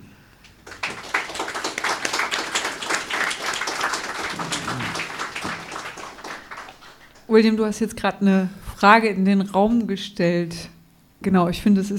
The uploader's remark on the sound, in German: Buchvorstellung und Gespräch. Mitschnitt der Veranstaltung vom 18. In leicht gekürzter Form.